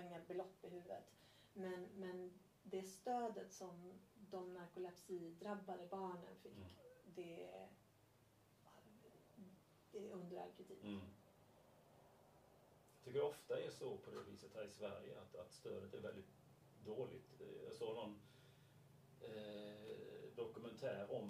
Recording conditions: poor sound quality